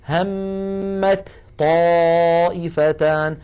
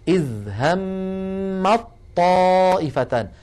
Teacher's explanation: يحولون التاء إلى طاء فيلتقي طاءان، الأولى ساكنة والثانية متحركة، فيدغمون الأولى في الثانية · Shown in: second take · فيقولون إذ همت طائفتان. · Term: الإدغام